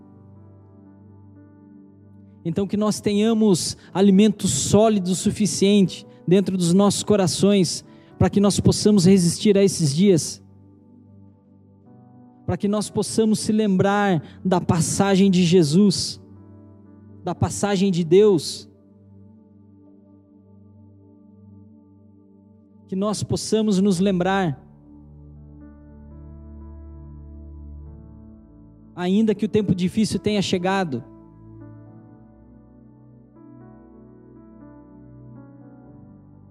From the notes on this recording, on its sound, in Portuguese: Pregação transmitida ao vivo